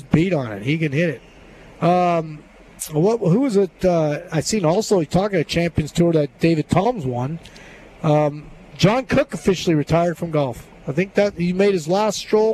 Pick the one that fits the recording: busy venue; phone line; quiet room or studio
busy venue